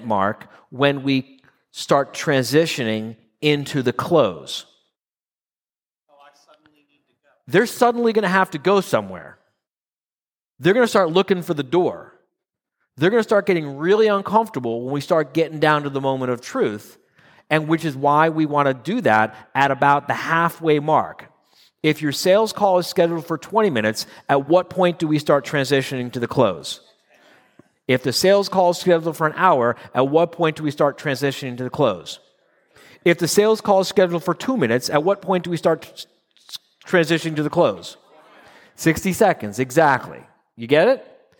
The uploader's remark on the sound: 2022 live quarterly meeting in Phoenix